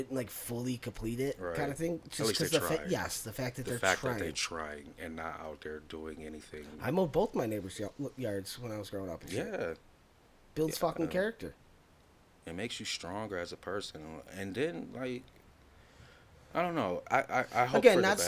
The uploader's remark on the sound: a minor audio level issue